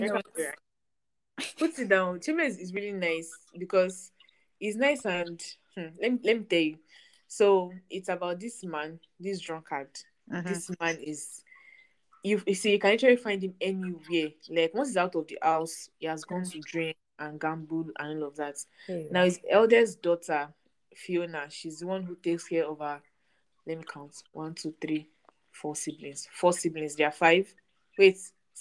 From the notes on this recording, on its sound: we apologize for the glitching please bear with us.